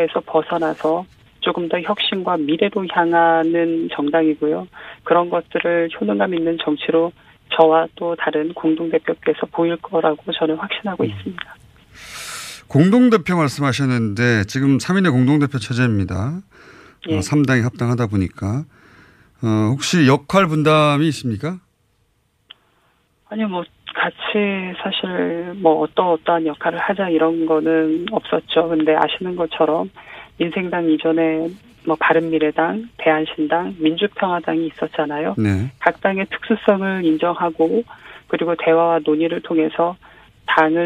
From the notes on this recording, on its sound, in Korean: 전화연결